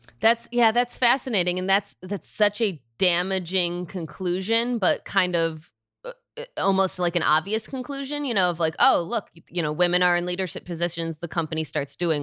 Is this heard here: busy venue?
no